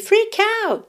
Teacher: Você repara que essa letra T de out, né, consoante oclusiva, que poderia parecer mais, menos ou nada, quase não aparece. Você não ouve freak out, né?